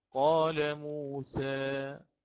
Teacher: عندما يأتي بالإمالة الصغرى، وجربوا معي إن أردتم، يرتفع وسط اللسان قليلا